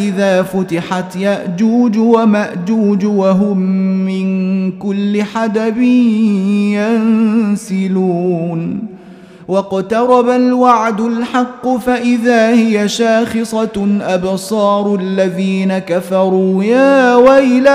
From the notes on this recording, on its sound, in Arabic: مسجل من صلاة التراويح بمسجد السلام بحي مشرفة بجدة.